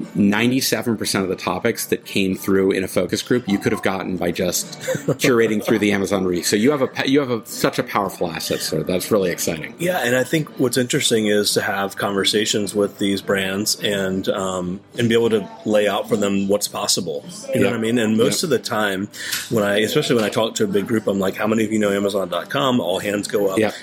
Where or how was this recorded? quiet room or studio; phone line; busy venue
busy venue